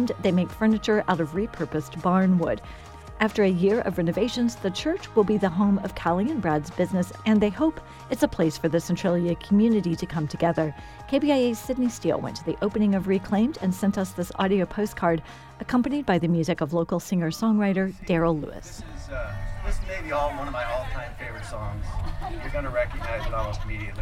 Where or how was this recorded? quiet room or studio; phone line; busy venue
busy venue